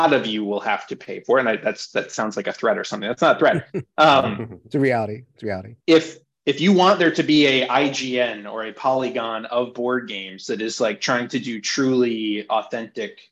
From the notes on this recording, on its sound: hosted a Zoom panel